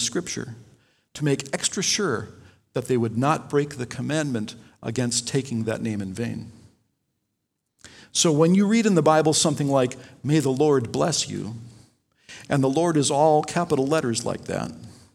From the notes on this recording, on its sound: Delivered Sunday, September 6, 2020 at Woodridge Community Church (New Berlin, WI).